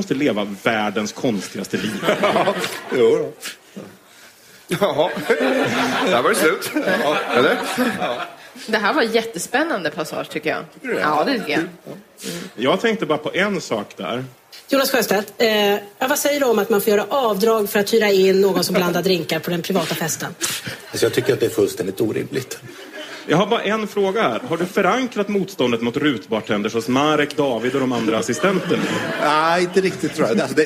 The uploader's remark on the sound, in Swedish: Detta avsnitt spelades in live inför publik. På Färgfabriken i Stockholm.